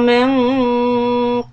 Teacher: Noon سكون إخفاء heavy quality because the next letter is a heavy letter قاف.